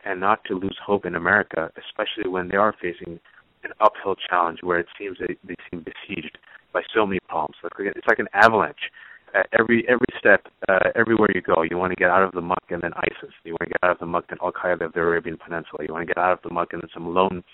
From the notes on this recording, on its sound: You're listening to KLX Berkeley at 90.7 FM. Coming at you from the Public Affairs Department here at Calex. Joined us via phone.